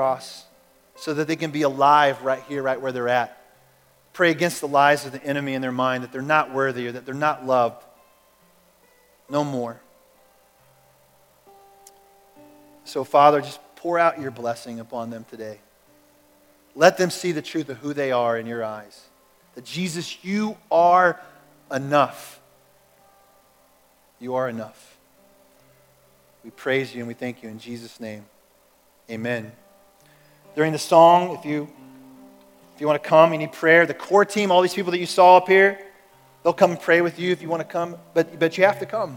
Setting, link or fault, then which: setting, large echoing room